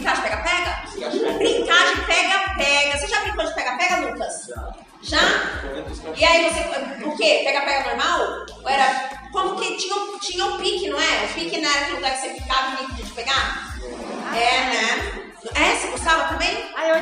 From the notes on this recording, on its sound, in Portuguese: Os alunos gravam seu primeiro episódio, deixamos na íntegra afim de mostrar os erros e dificuldades de gravação.